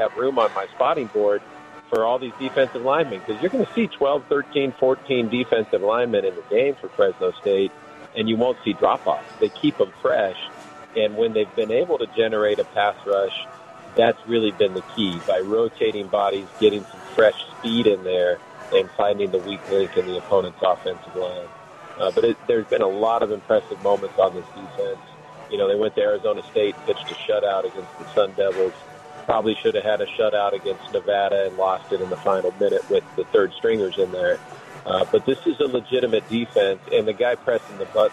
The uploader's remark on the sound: "Live" from #SteinersPub #LasVegas. As heard on 101.5 FM K-DAWN & streamed across the #worldwide #Audacy App!